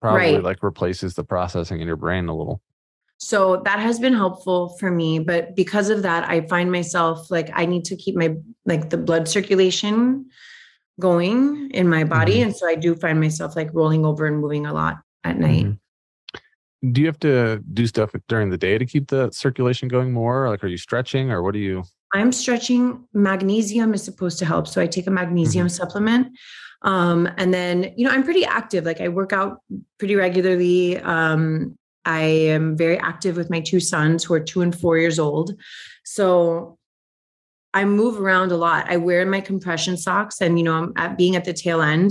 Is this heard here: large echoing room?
no